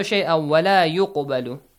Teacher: قَاف must be pronounced with a bouncing sound.